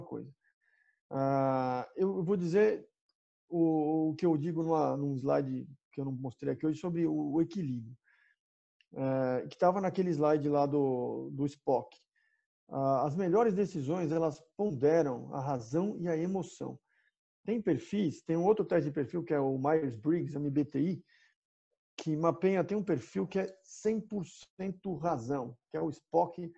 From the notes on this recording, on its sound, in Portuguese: Programa gravado em 28/05/20 via ZOOM.